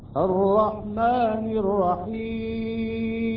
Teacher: عندما نقف إلى الرحيم أصبحت الميم ساكنة و وقبلها هاي الياء حرف مد، عند ذلك نقرأ هكذا: الرحمن الرحيم. · Term: المد العارض للسكون